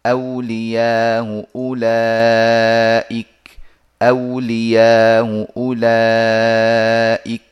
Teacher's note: والهمزة كما نرى مسهلة